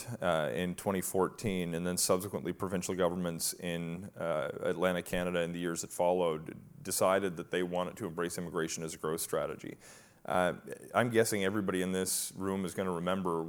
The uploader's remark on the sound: a live, in-person conversation